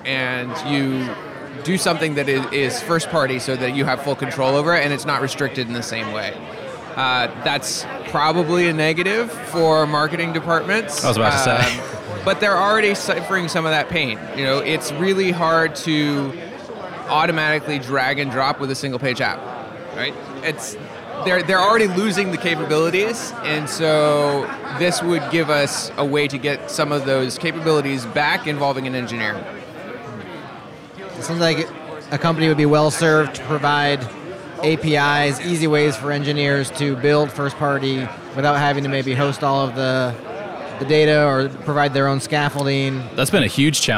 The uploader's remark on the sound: What you’re about to hear is a series of lightning chats recorded live from All Things Open 2019.